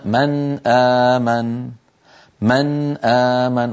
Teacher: كل القراء بإجماع يظهرون النون عند الهمزة فيقولون من آمن، من آمن، ولا أحد يدغم النون ولا يخفيها ولا يقلبها ولا يفعل فيها شيء أبدا. · Term: إظهار